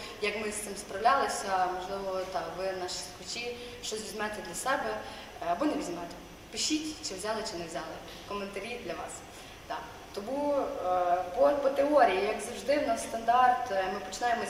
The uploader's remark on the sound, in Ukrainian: Наостанок, ми хотіли би попередити тебе про якість звуку. На жаль, цього разу не вийшло ідеально.